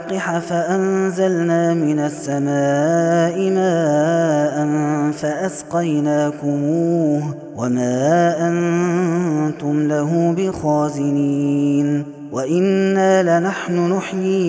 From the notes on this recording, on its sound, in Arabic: هذا التسجيل من صلاة التراويح